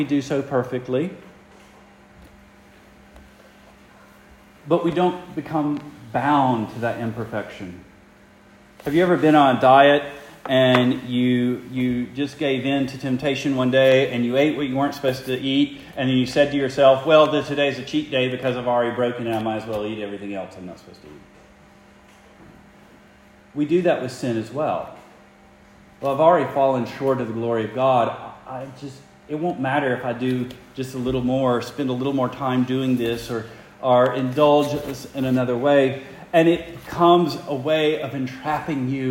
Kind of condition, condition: setting, large echoing room